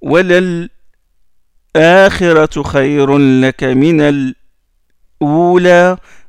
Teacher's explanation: une pause silencieuse entre le lam et le hamza